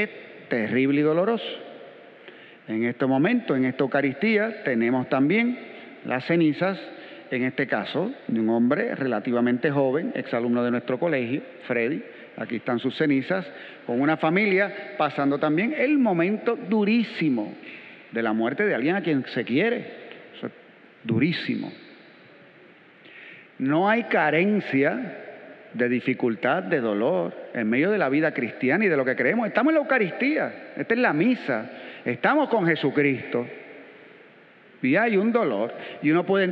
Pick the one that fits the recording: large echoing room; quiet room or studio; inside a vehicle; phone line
large echoing room